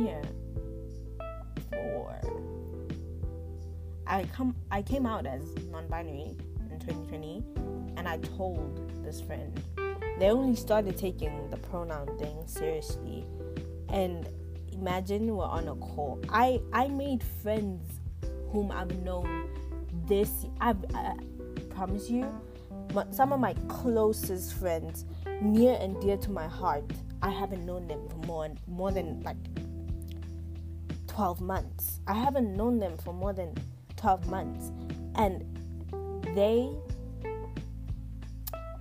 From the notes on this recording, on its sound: Hang out with me and my shitty mic.